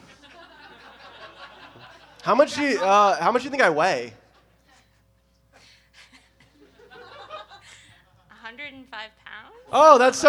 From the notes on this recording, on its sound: Book Club is a comedy variety show. Live sound and recording.